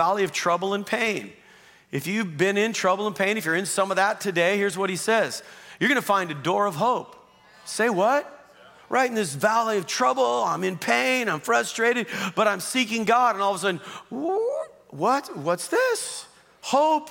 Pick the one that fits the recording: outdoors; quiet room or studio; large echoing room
large echoing room